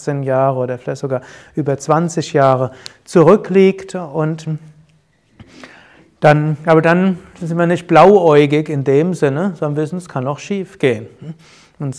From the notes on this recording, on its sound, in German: Mitschnitt eines Yoga Seminars. Bei Yoga Vidya Bad Meinberg.